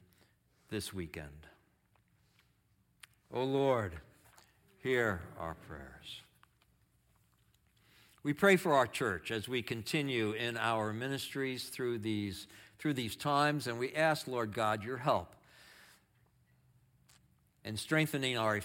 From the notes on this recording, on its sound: Audio of our worship service on 6/4/23. Streamed live from our campus in Westlake Village, CA.